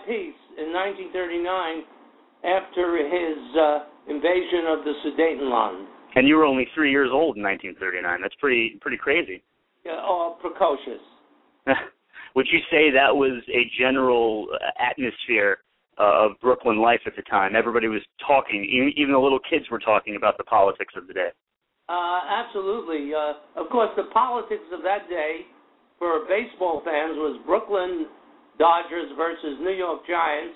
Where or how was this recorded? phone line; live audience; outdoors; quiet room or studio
phone line